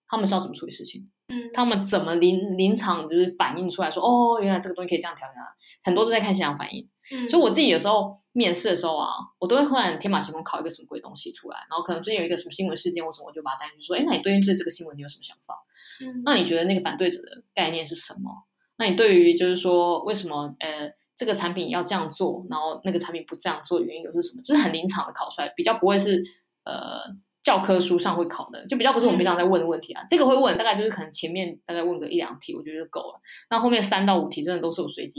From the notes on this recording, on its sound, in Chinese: 這集錄音品質稍差，請見諒。